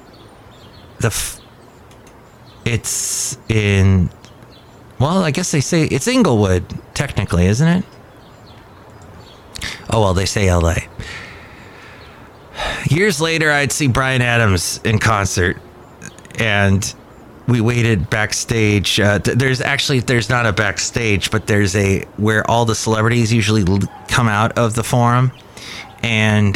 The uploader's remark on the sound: podcasts live from Cafe Anyway